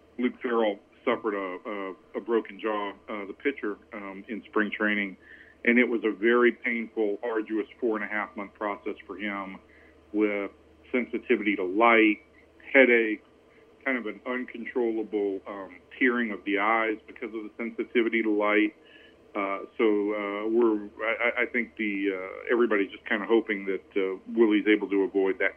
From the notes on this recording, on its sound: calls in from Texas' spring training in Surprise, Ariz.